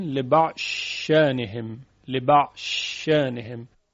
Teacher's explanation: لبعض شأنهم، لبعض شأنهم، که اینجا ادغام می شود. لبعض ضاد ادغام میشه در شین